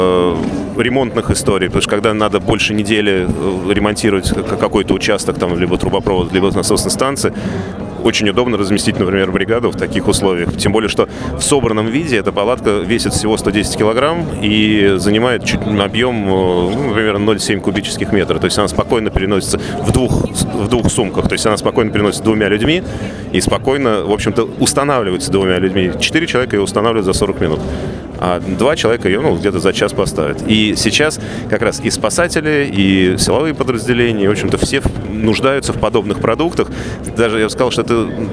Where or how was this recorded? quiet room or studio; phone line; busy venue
busy venue